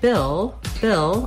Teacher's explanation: I just basically go right from that ih sound into my L sound. I don't have to do anything special for that L.